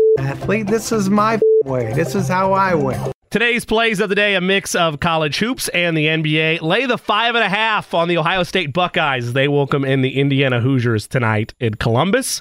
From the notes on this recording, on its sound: Open the phone lines for fans of IU and Purdue to chime in on the situation each team is.